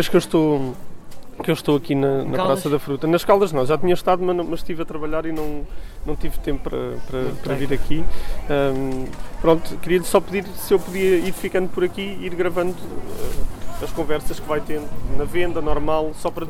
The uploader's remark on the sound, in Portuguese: A terceira história do ÓCIO DO POVO foi gravada no final de Agosto de 2020 na Praça da Fruta nas Caldas da Rainha. O único Mercado ao ar livre em Portugal.